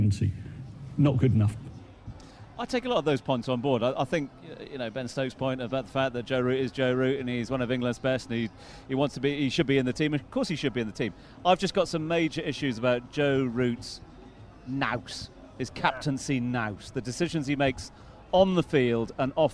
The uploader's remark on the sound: From the rooftop garden of Barasti